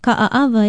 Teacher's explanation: every vowel is separated by a consonant sound, the glottal stop or okina. Ka'aava is spelled K-A-Okina-A-Okina-A-W-A, and it means the wrasse fish.